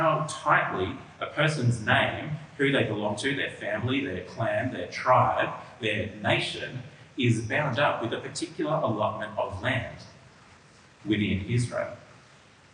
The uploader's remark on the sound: This audio has a fair degree of reverb.